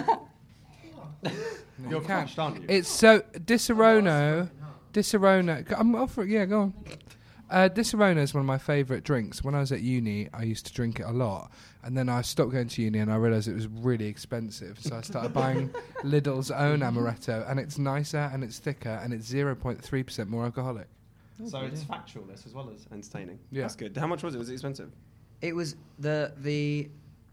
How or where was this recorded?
live audience